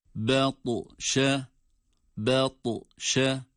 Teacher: Burada farklı bir ses kulağınıza geliyor. Daha önceden de yapmış olduğumuz ta harfinin galgale sesi.